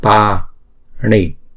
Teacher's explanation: Rồi chữ pa này là hai nhịp, bởi vì chữ A là trường âm, pa, ni. N này là có dấu nặng, chúng ta phải uốn cong lưỡi lại và búng ra.